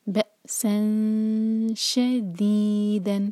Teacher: اس کے بعد ہے شین، تو یہاں پر اخفاء کریں گے، نون کا ساؤنڈ چھپائیں گے، دو سیکنڈس کا ٹائم دیں گے اور شین کے لیے زبان تیار.